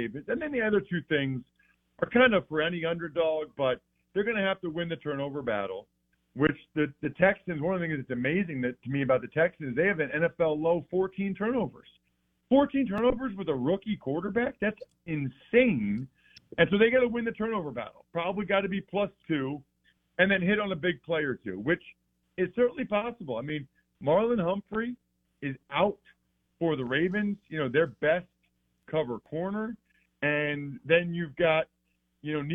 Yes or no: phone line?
yes